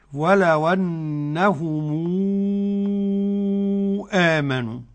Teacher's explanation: ميم الجمع بعدها همزة بقى، قرأها بالصلة تصير عنده مدا منفصلا بمقدار 6 حركات ورش عن نافع. · Term: مد منفصل